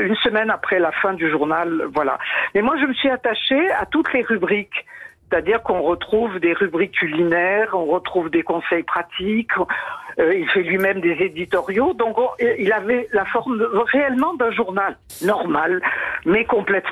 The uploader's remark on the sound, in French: était au téléphone des Grosses Têtes ce 24 novembre 2023